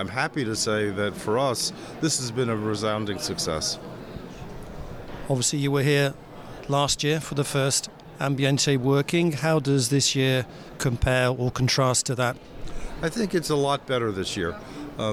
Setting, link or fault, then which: setting, busy venue